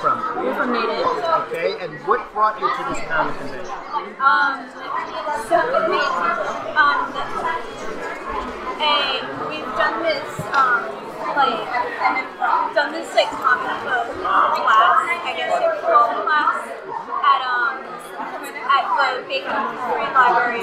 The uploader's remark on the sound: record LIVE from the first-ever Boston Kids Comics Fest, held April 28, 2018, in Boston's Jamaica Plain neighborhood.